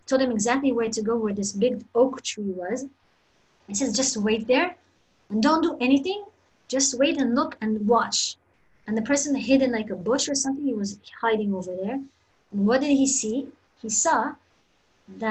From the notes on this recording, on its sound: Zoom Class